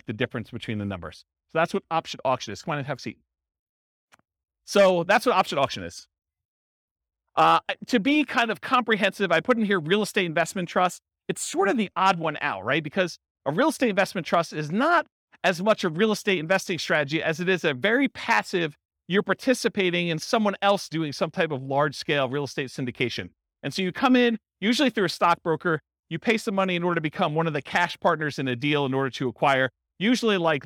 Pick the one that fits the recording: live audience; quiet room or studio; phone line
live audience